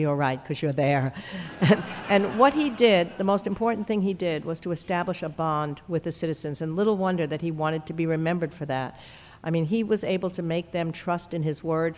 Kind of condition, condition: setting, live audience